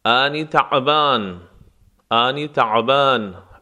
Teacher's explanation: عین از وسط حلق نرم و غلیظ تلفظ می شود